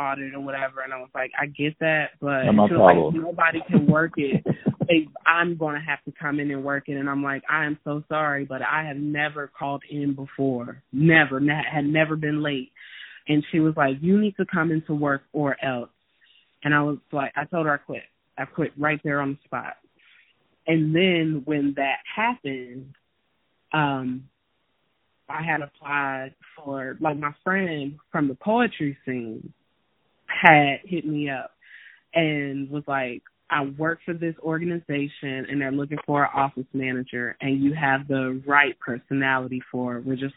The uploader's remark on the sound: talk via telephone